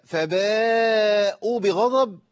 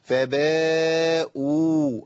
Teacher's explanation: لابد من بيان المد في الواو، والا الواو تقع مني · Shown in: second take